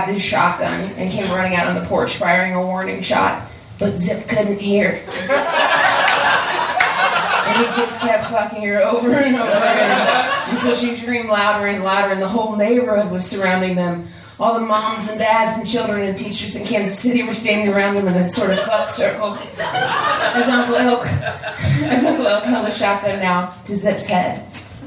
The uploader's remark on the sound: Recorded March 22, 2014, at the Blue Monk in Portland, OR.